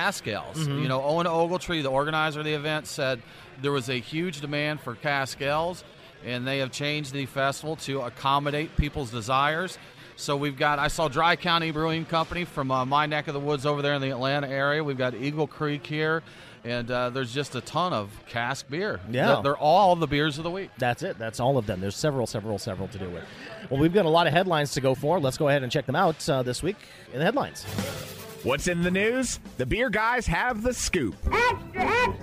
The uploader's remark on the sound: live from the (very noisy) Classic City Brew Fest